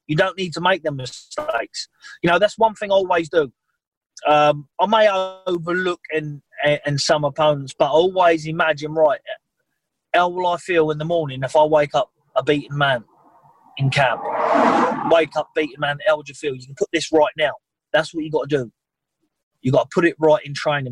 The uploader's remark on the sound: via Zoom